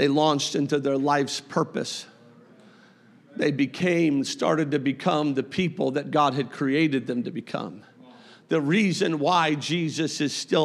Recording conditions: large echoing room